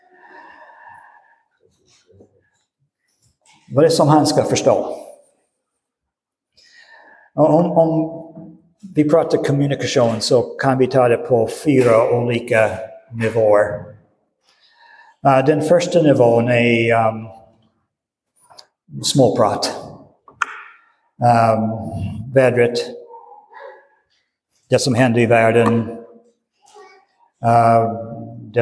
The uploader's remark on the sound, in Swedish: Inspelad i Roseniuskyrkan den 19 februari 2023.